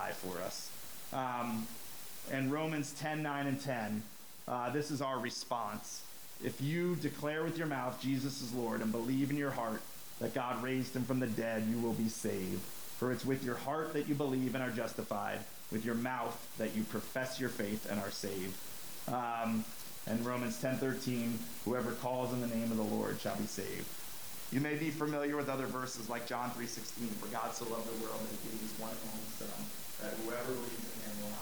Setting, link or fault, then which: fault, poor sound quality